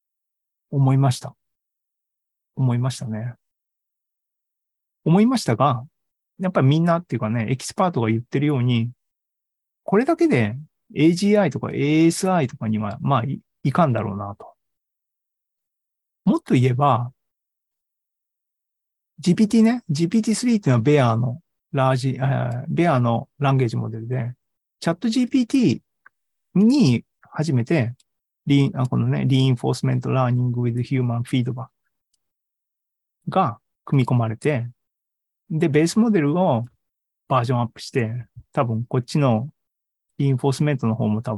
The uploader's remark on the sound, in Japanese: ZOOMライブの模様です。